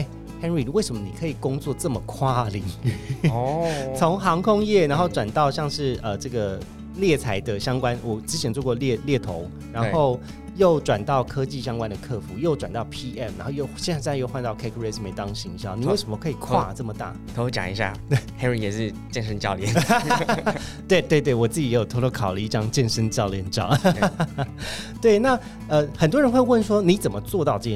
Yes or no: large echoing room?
no